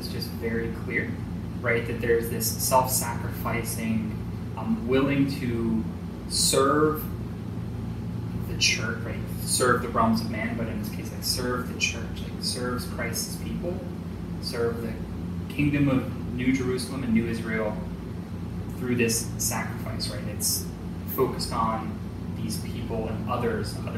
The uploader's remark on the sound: We apologize for the audio issues this week.